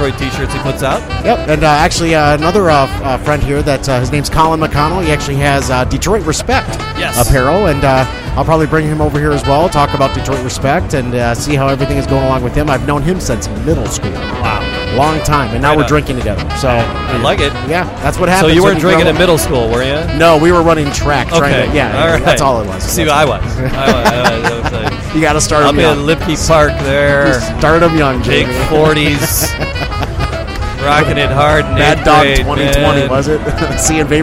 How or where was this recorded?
busy venue